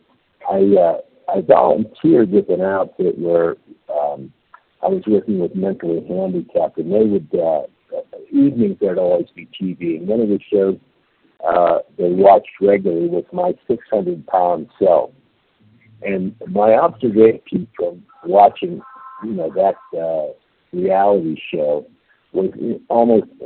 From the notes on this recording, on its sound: 100 Pounders Phone Meeting